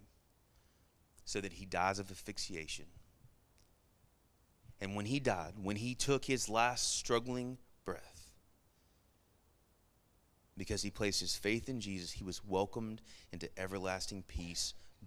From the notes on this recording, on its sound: Sermon Audio from our Worship service